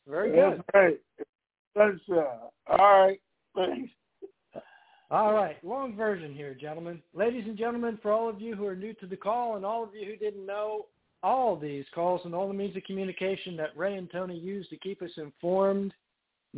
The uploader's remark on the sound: TNTSuperfantastic Conference Call